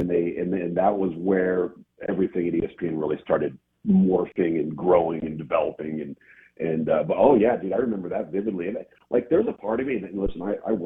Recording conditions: phone line